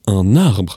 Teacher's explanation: To make it flow, you link the N to the A.